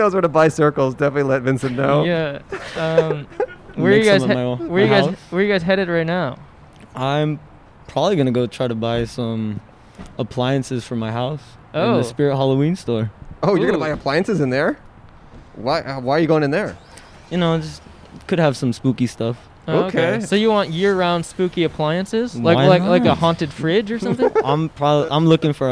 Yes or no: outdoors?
yes